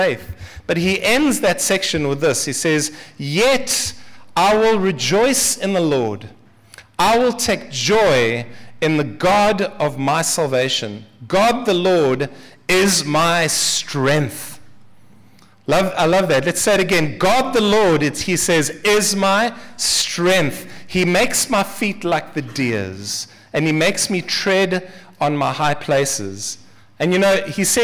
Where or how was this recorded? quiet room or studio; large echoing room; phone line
large echoing room